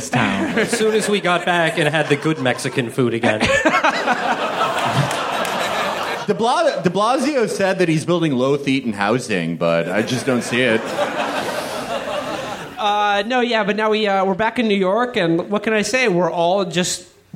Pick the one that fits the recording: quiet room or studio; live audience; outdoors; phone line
live audience